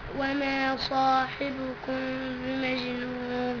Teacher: ميم ساكنه بعدها باء. اعمل بقى الاخفاء. اخفاء بغنه طبعا